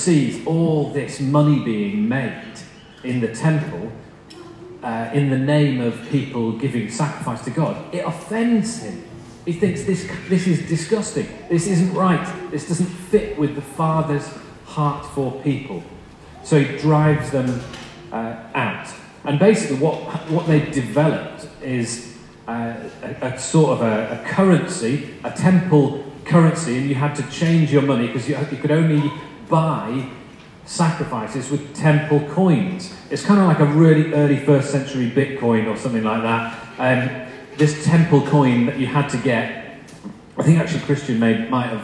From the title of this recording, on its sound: recording Poor